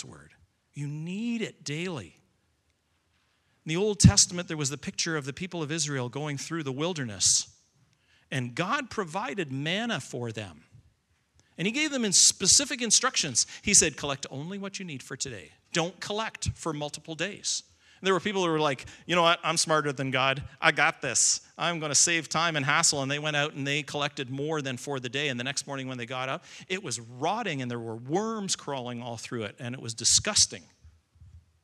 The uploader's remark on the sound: Recording of Sunday morning service